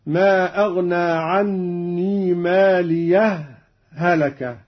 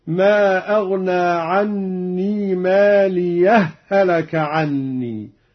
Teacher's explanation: لجميع القراء السكت بين الهاءين أو الإدغام، هكذا ما أغنى عني مالية، هلك، هذا هو السكت، ما أغنى عني مالية، هلك عني، وهذا هو الإدغام.